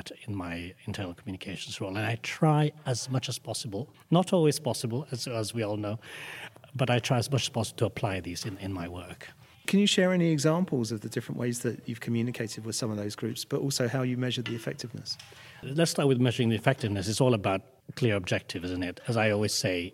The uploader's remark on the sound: The second of two episodes recorded at PRWeek's Strategic Internal Communications conference, where we caught up with a number of the speakers from the event.